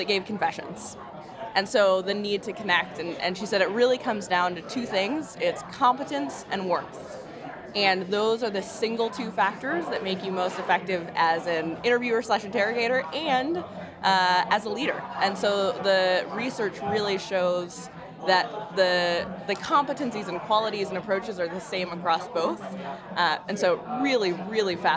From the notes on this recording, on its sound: South By Southwest 2023: LIVE Street Interviews. Sunrise Banks team heads to Austin every March.